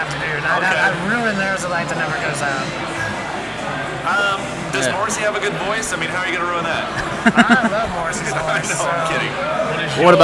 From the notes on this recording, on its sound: Live from the Eureka Heights taproom